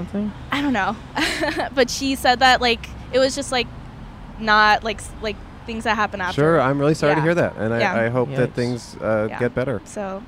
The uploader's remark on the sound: Recorded on Brand Blvd in Glendale, CA.